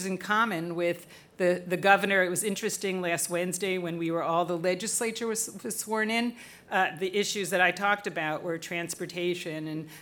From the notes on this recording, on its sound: We're LIVE from WeWork at 1 Beacon!